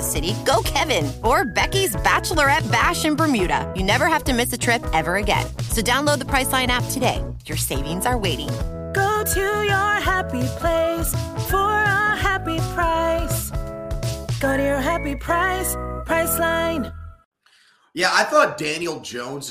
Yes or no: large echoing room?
no